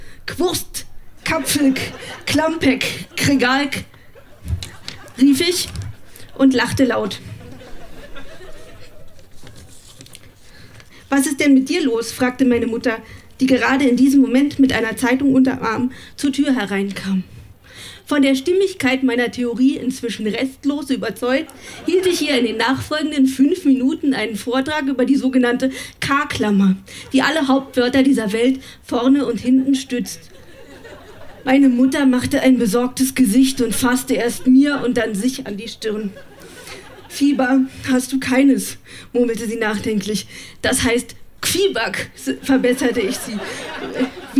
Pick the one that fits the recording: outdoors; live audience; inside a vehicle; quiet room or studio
live audience